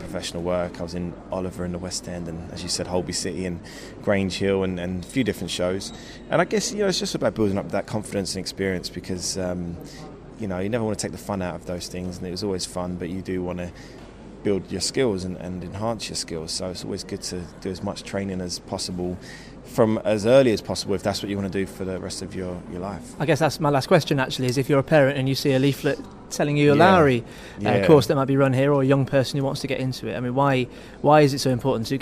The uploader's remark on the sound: Radio Festival 2014, 13-15 October 2014, The Lowry, Salford Quays